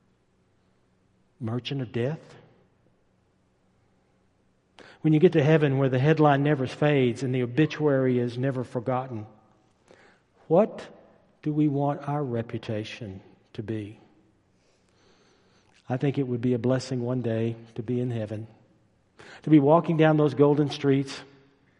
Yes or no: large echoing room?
yes